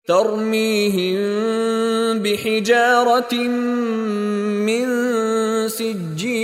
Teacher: Di dalam kalimat ini, mim tidak bertanda mati bertemu dengan huruf ba. Mim disembunyikan atau disamarkan bacaannya ke dalam huruf ba dengan bibir direnggangkan dan didengungkan dengan kadar dua harakat · Term: Ikhfa syafawi